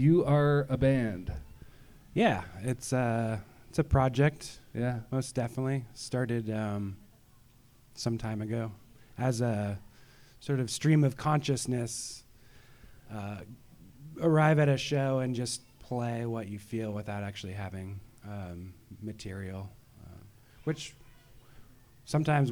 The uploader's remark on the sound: Live performances and interviews from Olympia artists. At Scherler Sundays in Olympia, WA presented by Three Magnets Brewing Company. These are my first interviews in front of an audience.